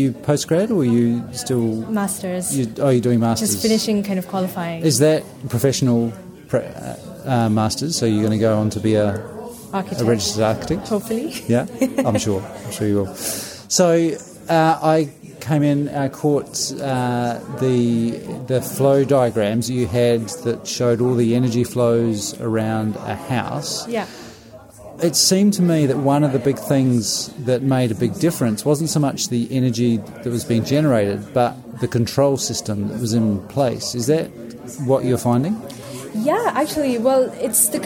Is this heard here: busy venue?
yes